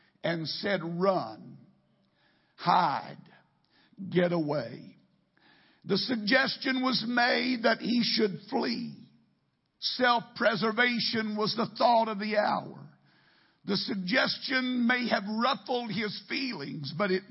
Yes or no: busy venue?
no